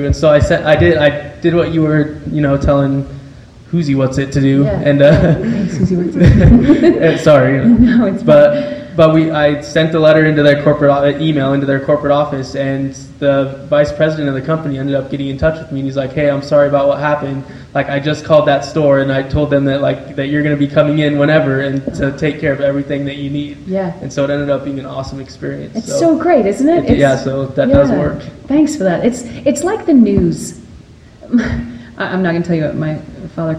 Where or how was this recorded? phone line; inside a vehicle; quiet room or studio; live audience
live audience